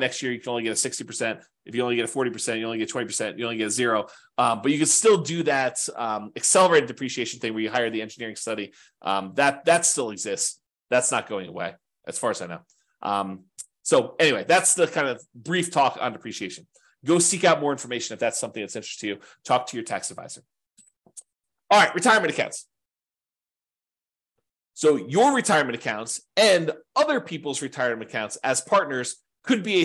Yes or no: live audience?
no